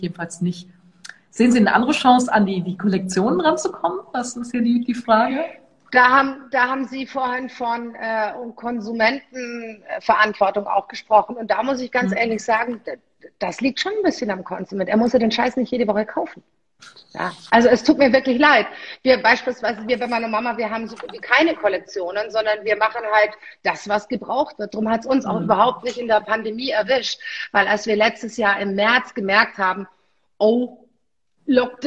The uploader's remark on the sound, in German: Das Interview fand live auf Instagram statt